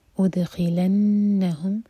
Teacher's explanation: دال پر قلقلہ اور نون پر غنہ